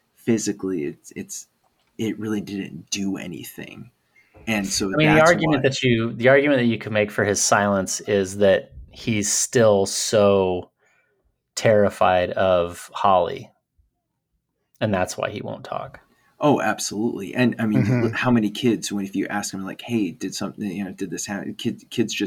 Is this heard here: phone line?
no